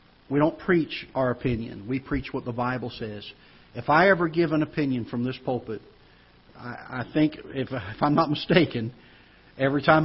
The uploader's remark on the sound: Ketha Heights Baptist Church ~ Live Broadcast